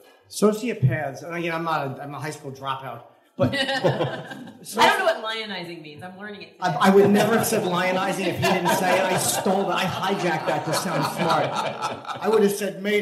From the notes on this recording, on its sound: On a summer night in Brooklyn in 2015. Lit up a dive bar, guzzling cocktails and bantering about the news.